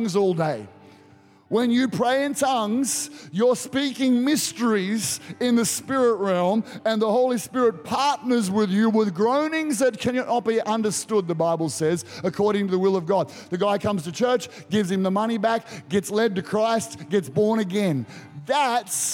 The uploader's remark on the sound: Recorded during our 9am service